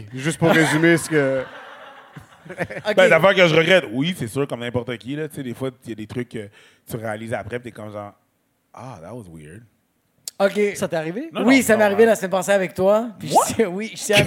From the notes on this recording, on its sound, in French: Zoofest LIVE. Leur live lors du festival Zoofest.